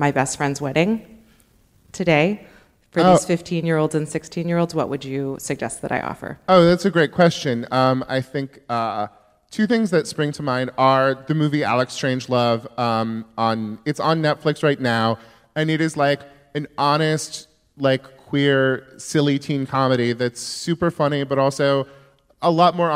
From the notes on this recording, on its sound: At the Crawford Family Forum at KPCC in Pasadena, Calif. Takes questions from the audience.